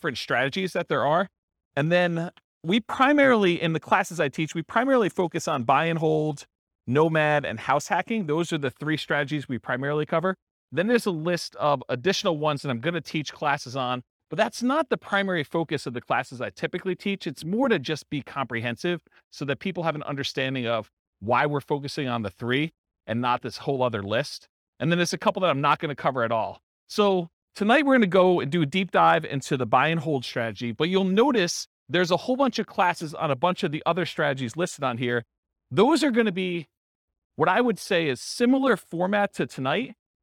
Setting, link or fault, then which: setting, live audience